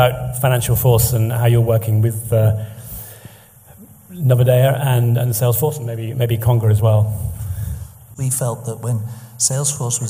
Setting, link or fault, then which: setting, live audience